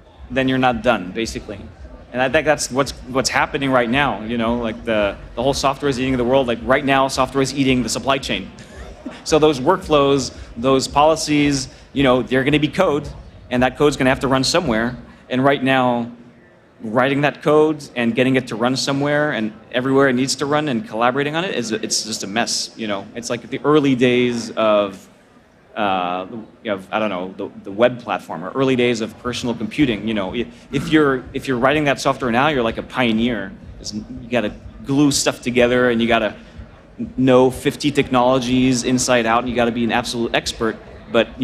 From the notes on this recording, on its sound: This interview was recorded at VMware Explore 2022.